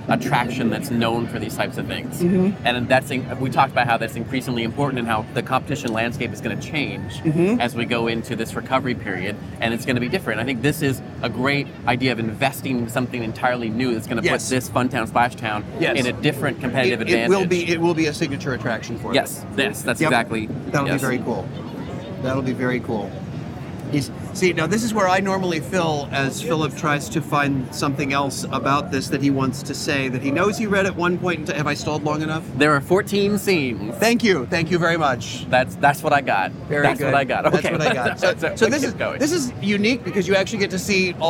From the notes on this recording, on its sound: LIVE from the IAAPA Expo Show Floor.